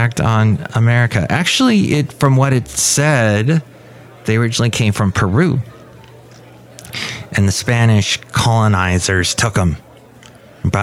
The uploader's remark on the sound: Podcasts live from Café Anyway.